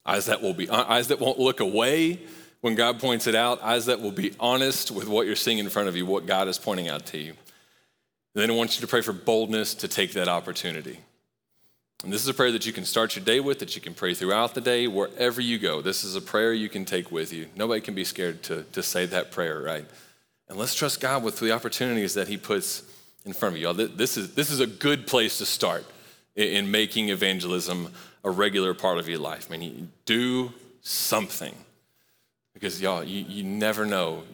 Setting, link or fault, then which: setting, large echoing room